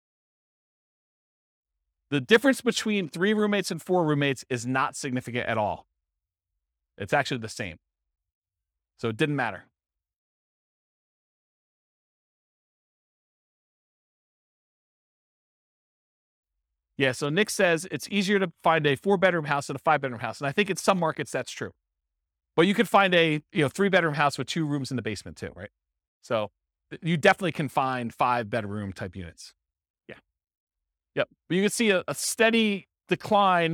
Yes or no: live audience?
yes